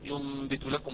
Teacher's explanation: عندنا في الإقلاب في غنة مستطالة